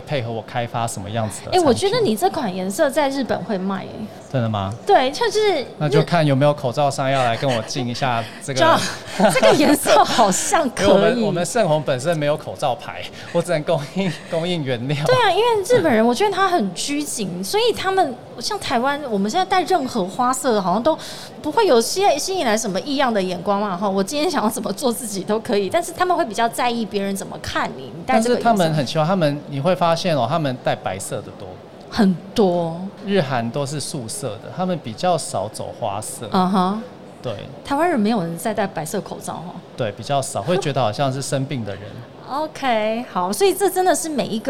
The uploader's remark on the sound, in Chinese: 2021 Medical TW特別企劃 Live Podcast